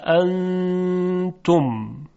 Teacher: نون ساکن قبل از حرف تی دو نقطه قرار گرفته اخفا میشه